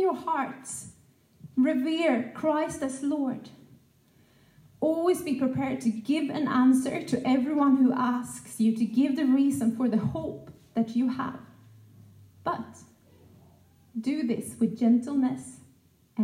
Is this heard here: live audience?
yes